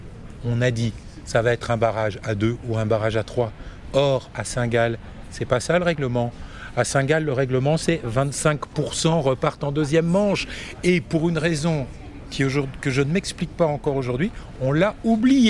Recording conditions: busy venue